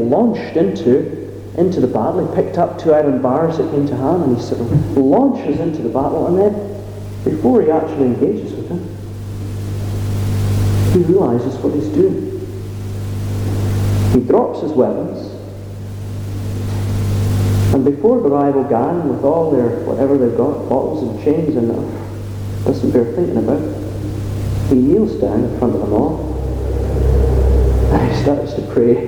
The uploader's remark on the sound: Apologies for the sound quality